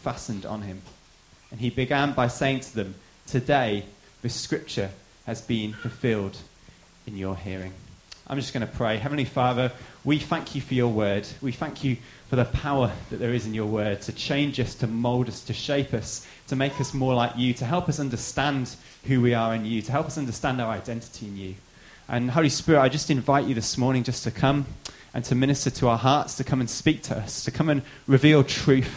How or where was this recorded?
large echoing room